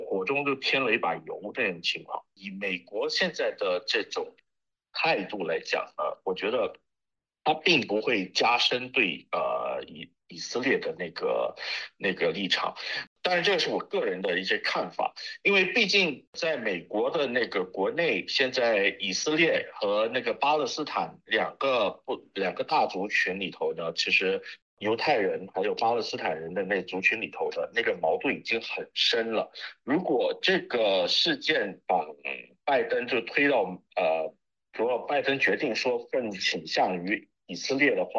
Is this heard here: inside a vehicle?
no